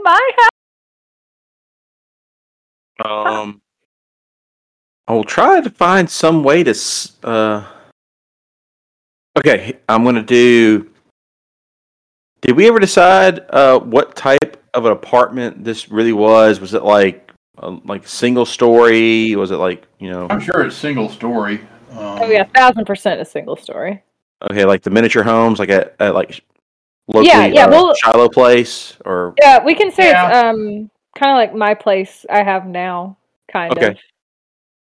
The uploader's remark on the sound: Sorry about the audio quality on this episode, the usual recording system we use was having errors so we had to use a new and different one.